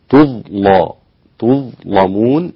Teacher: وغلظ اللام في الثانية الإمام ورش عن نافع. تظلى، تظلمون، تحقق الشرط هنا ولم يتحقق في الأولى لكسر اللام.